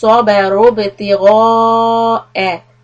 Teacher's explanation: So here we have the back qalqala. Ghain is heavy and then hamza is soft.